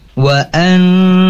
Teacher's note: ada nun bertasydid, maka harus dibaca panjang atau ditahan, maksudnya yaitu dua harokat gunnah